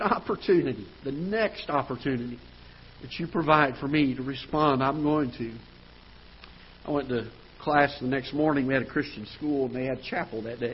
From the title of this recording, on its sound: Ketha Heights Baptist Church ~ Live Broadcast